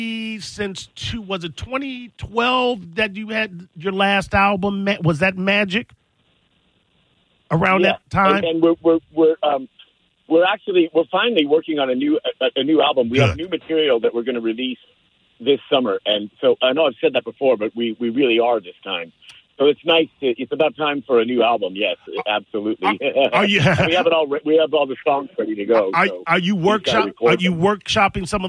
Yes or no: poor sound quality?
no